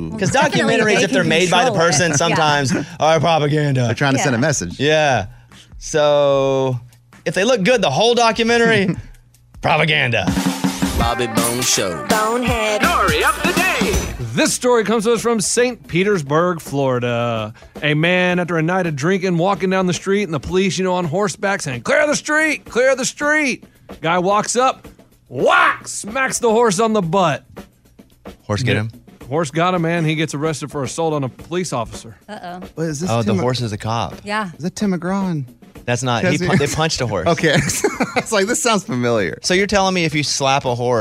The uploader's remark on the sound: called into the show